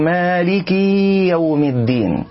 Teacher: إشباع كسر الكاف من كلمة مالك حتى يولد المرء ياء